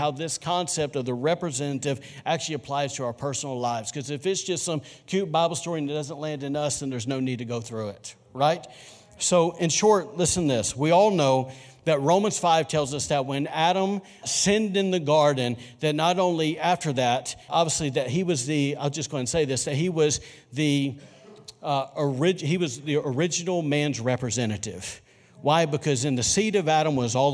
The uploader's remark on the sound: was recorded on Sunday, January 26, 2020, during service at The Anchor Church in Rockport, Maine.